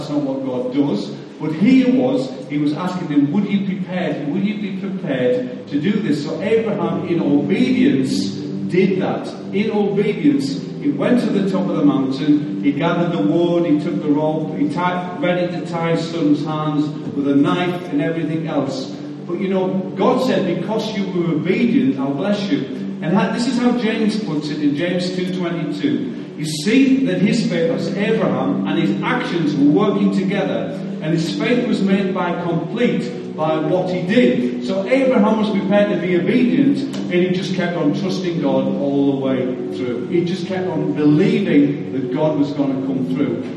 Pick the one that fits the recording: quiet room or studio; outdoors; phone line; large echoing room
large echoing room